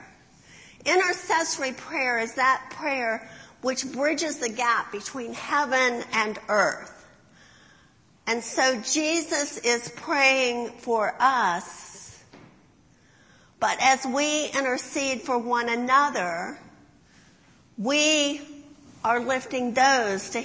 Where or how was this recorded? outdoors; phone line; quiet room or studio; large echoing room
large echoing room